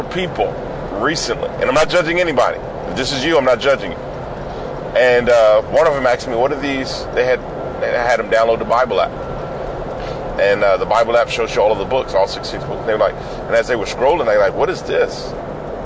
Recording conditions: inside a vehicle